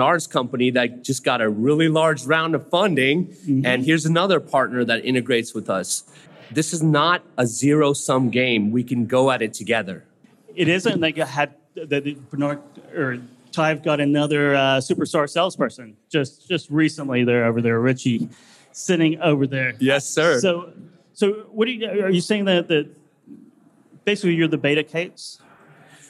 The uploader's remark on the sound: LIVE at FreightWaves' Future of Supply Chain conference